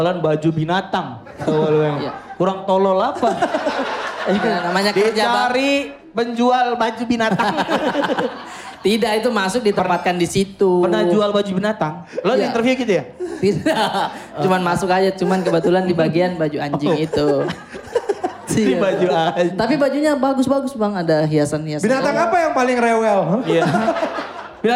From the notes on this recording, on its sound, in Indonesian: Podcast Seminggu live Jakarta